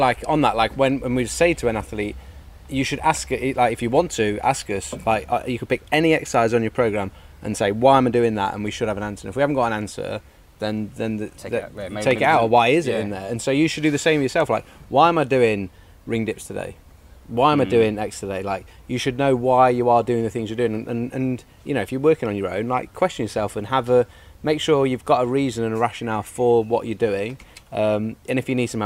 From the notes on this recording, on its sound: LIVE from the school of Calisthenics garden